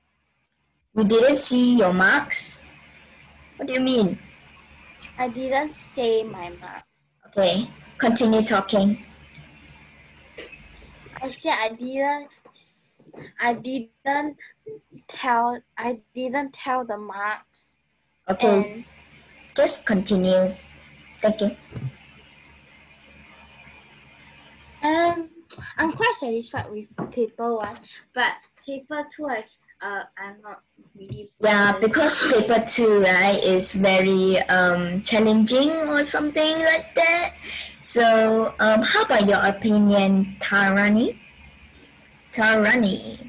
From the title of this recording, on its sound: Zoom w/Friends